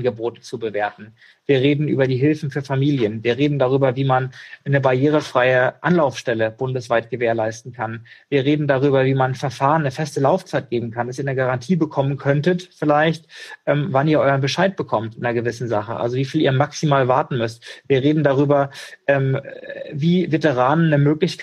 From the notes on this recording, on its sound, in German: In einem Instagram Live